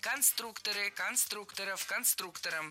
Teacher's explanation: В слове «конструктор», опять же, ударение не меняется. Всегда сохраняется на «у» во втором слоге.